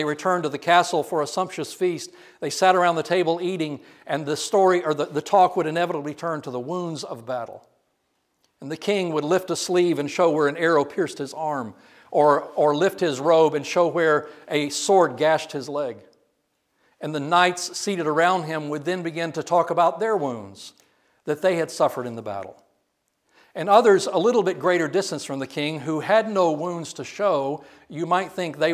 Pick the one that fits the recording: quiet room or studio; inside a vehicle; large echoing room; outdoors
large echoing room